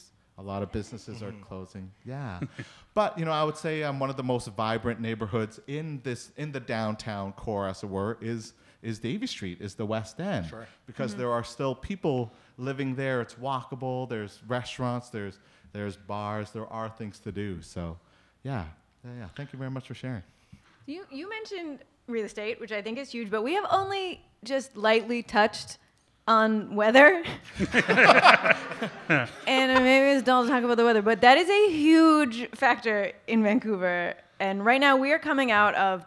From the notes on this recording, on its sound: live episode recorded for the Vancouver Podcast Festival